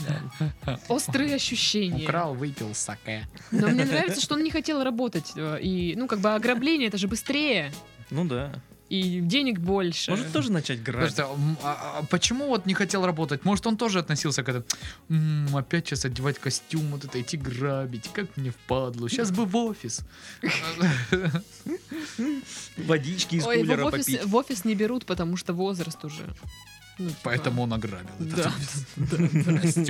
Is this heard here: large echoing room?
no